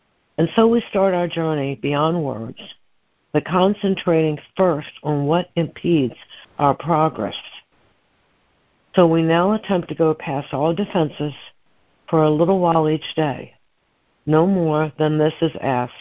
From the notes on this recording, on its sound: ACIM Daily Conference Call